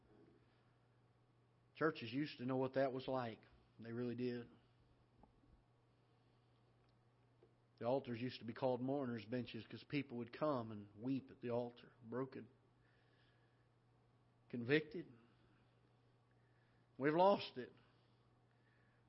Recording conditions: large echoing room